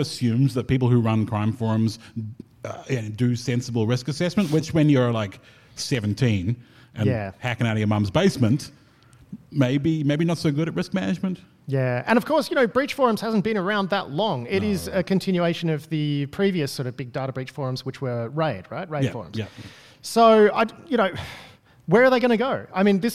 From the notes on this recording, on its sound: In front of a live audience at AISA’s CyberCon in Canberra.